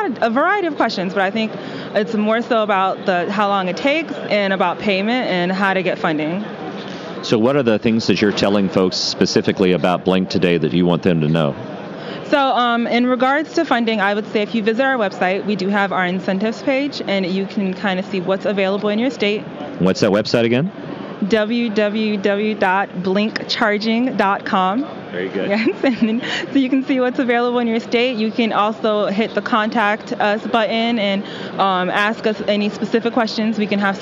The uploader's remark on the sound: Relive the 2022 M-PACT Show Floor. Conversations and comments from 2022 exhibitors on the trade show floor.